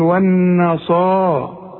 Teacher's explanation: اقول لك علشان الصاد خينه، الصاد من الحروف المفخمه، انما ادي كل حرف حقه، والنا زي ما تقول والناس، شوف الناس دي عارفها، هذه بقى ون صاد. الصاد بقى من اعلى درجات التفخيم لانها بعدها الف